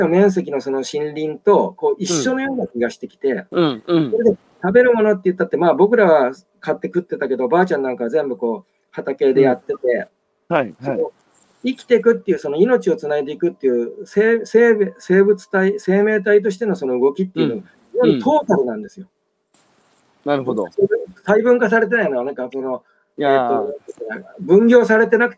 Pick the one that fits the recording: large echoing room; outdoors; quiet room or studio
outdoors